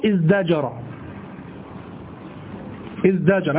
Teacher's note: تقلب التاء دالا في افتعل